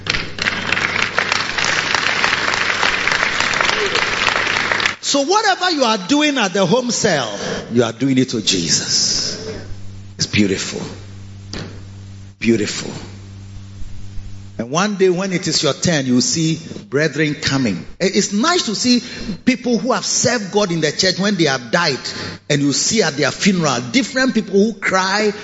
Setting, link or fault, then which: setting, large echoing room